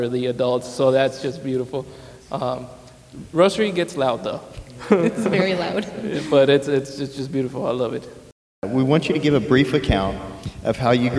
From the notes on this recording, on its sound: Speaking at the "To the Heights" conference at St. Stephens in Midland.